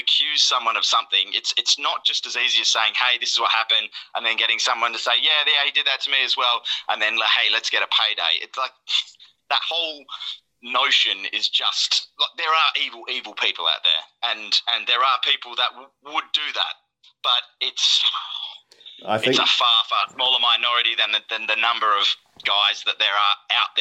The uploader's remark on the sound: have a phone call